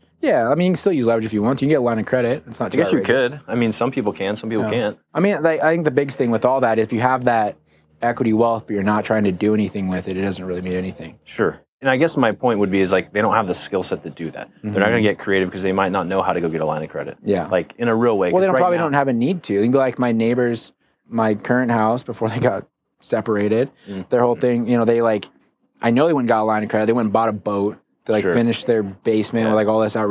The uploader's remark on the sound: LIVE from KEYS CON